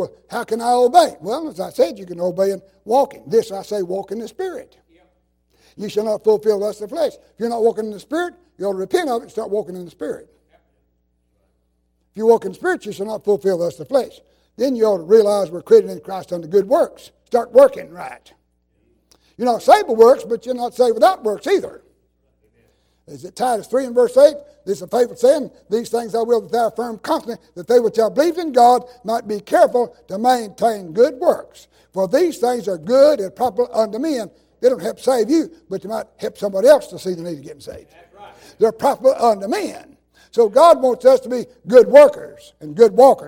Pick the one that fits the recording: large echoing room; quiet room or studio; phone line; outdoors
large echoing room